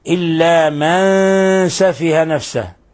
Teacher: إلا من سفه نون ساكنة جاء بعدها حرف السين، حكم التجويدي إخفاء حقيقي لأن السين من حروف الإخفاء الحقيقي.